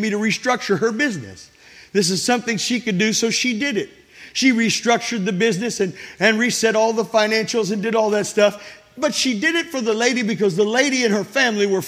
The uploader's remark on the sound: This sermon was recorded at Family Worship Center in Florence, SC on Sunday, July 23, 2023.